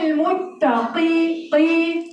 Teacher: ما تنزلش مني لدرجة إنها تبقى كاف، ما أقولش المتكين · Term: قاف